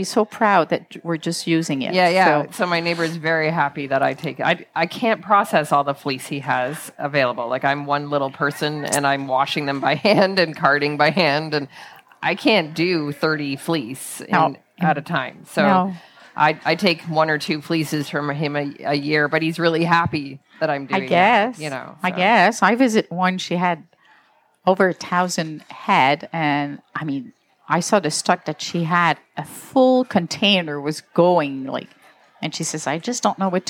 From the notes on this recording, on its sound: In this exclusive live interview series from Twist 2023. These interviews, set against the lively backdrop of Twist, bring the festival's vibrant spirit directly to your ears.